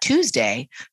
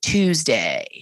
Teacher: You start to hear the individual pulses of your vocal folds coming together, lower in pitch until it creaks. · Shown in: second take